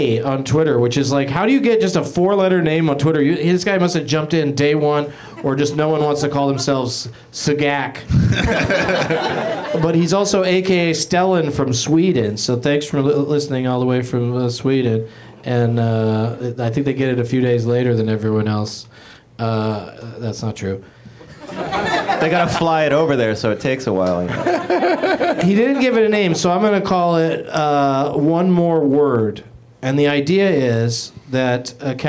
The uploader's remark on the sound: Live from the UCB Franklin in L.